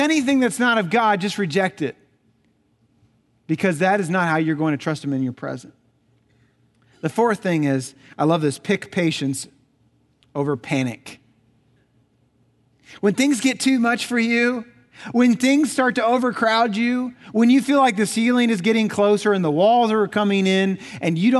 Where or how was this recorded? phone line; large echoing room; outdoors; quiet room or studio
large echoing room